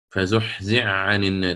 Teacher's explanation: من العرب من يدغم الحاء في العين